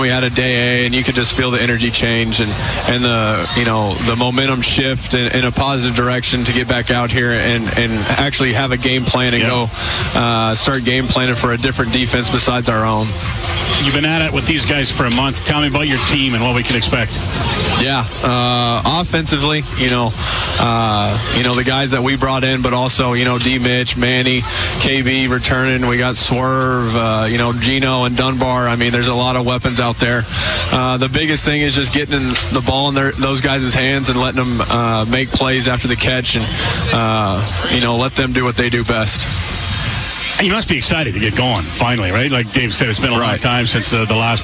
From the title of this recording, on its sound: LIVE from Commonwealth Stadium for Fan Day